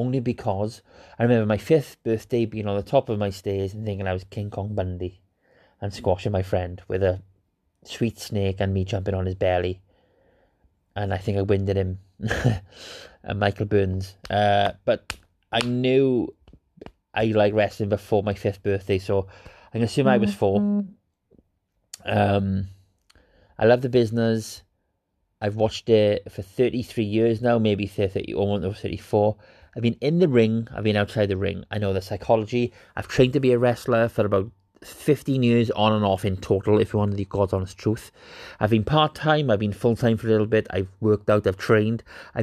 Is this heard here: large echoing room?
no